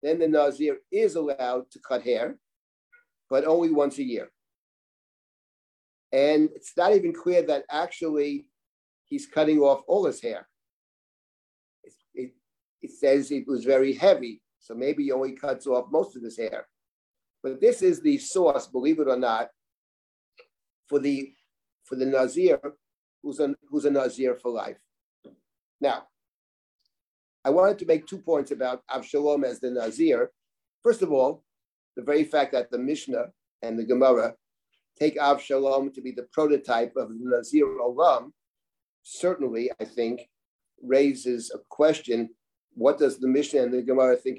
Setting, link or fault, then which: link, video call